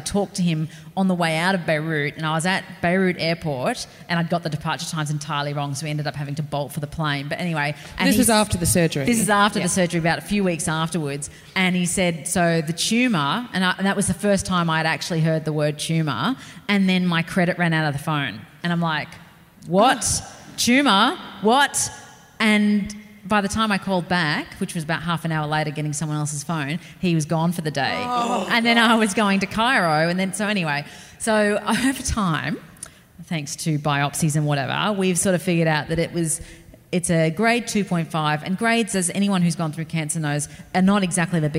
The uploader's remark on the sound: In this one-off live special of Dicey Topics. Wollongong Writer's Festival.